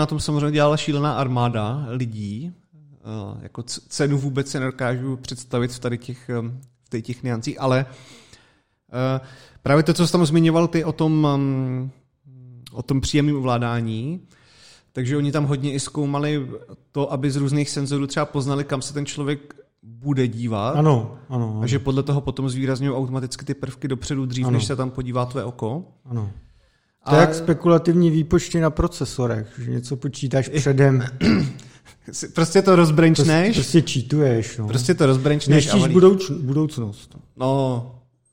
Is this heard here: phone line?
no